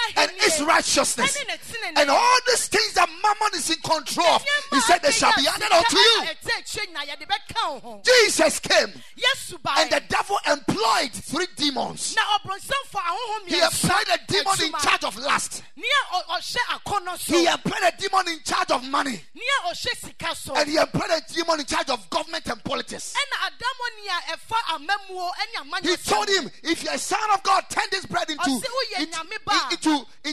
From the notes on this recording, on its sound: Preached at Ekklesia Chapel.